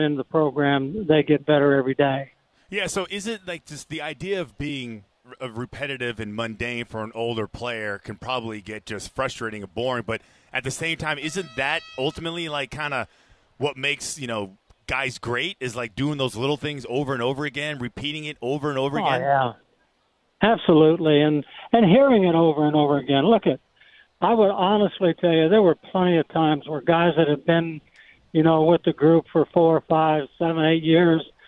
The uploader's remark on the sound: live from Patriots Training Camp